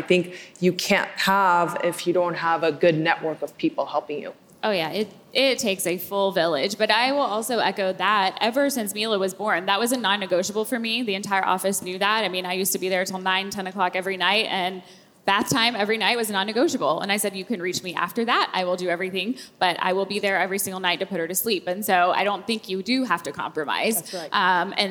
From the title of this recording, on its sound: LIVE from the Game Changers Summit 3